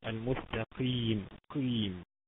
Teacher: هي قاف اه ما نحولهاش لكاف بس بتبقى اقل درجه من التفخيم، يعني بنديها درجه من درجات التفخيم قليله جدا. · Term: الحرف المكسور